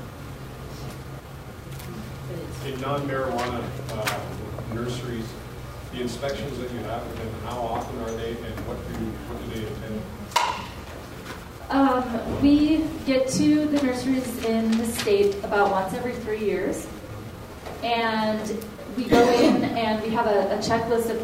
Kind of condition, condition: setting, live audience